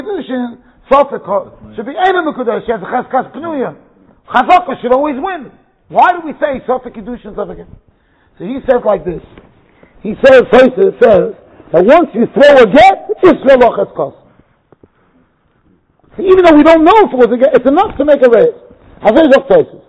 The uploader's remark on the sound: Shiur recorded in Yeshivas Ohr Reuven, Monsey NY.